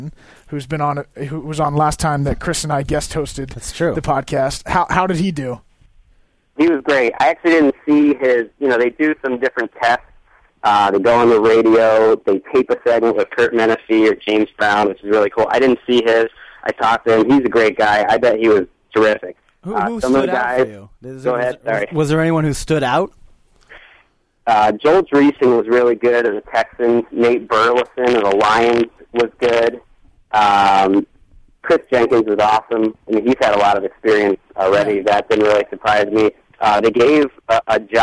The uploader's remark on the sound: The guys then phone up